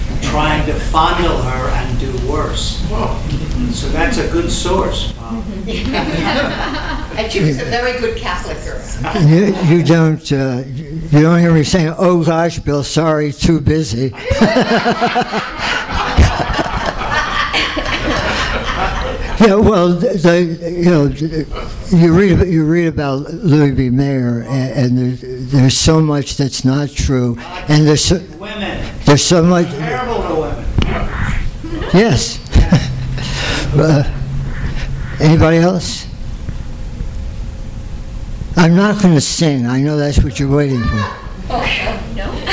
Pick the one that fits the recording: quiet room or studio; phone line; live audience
live audience